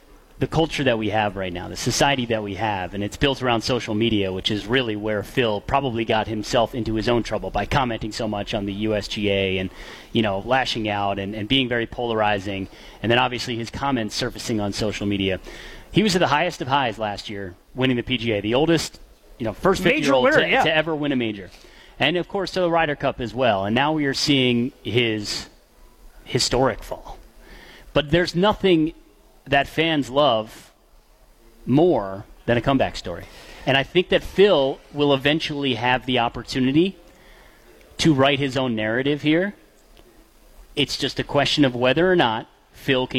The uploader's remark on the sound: Masters preview live from Fairways of Woodside.